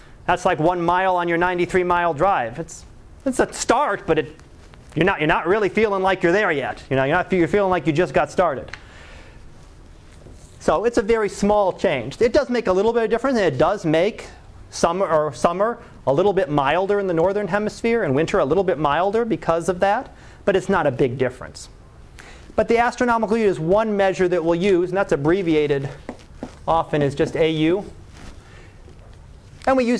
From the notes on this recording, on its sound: Live Class Lecture.